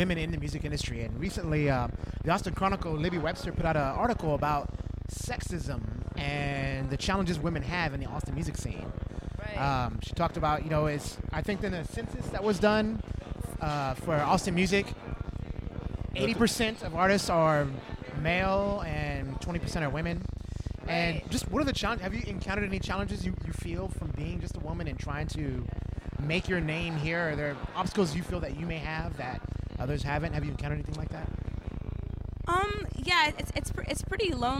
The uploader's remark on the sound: Live from The Side Bar. Live from The Side Bar.